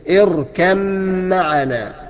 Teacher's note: ما تقلقلهاش وتنطق الميم لوحدها ولكن دخل الباء، ادغم الباء في الميم وقول كده اركب معنا، يا بني اركب معنا ولا تكن مع الكافرين.